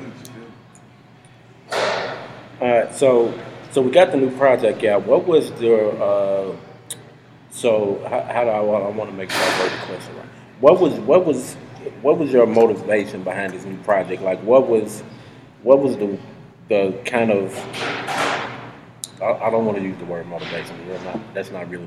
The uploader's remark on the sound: We apologize for the audio quality of this episode, we had some technical difficulties, but have since been fixed!